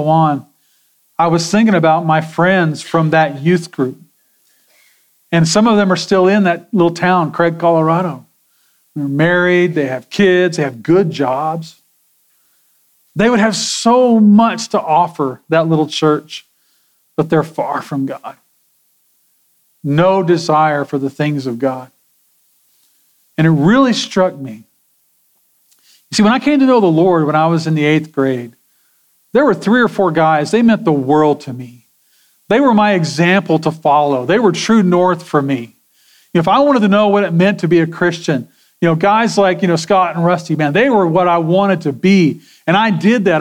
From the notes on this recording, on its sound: Sermon audio from Sunday, February 25, 2024.